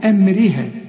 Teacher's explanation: أمرها الحروف مرققة هي بما فيها الراء، لأن الراء إذا كانت مكسورة فهي مرققة